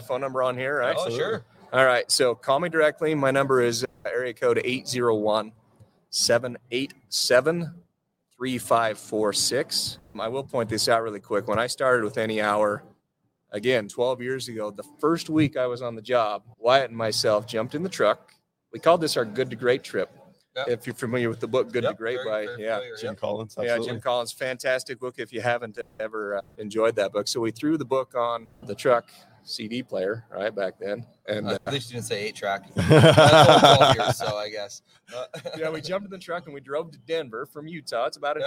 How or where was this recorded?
busy venue